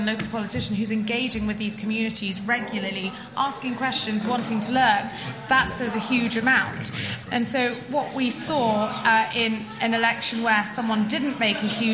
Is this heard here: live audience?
yes